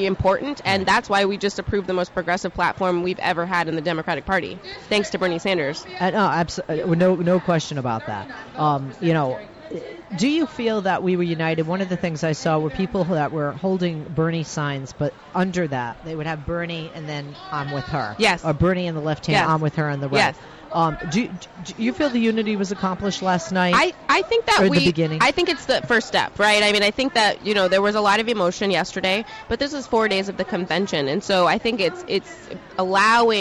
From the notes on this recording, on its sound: LIVE At DNC. Live from the DNC in Philadelphia.